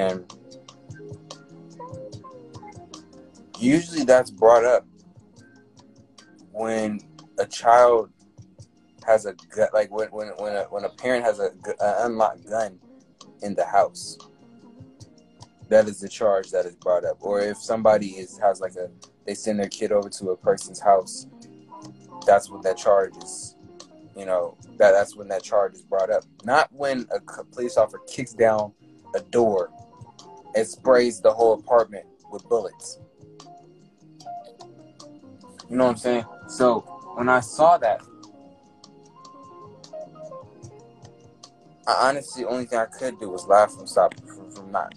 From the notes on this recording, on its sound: This episode was done Instagram live